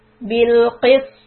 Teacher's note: And ta is heavy. Back of the tongue should be slightly raised for ط.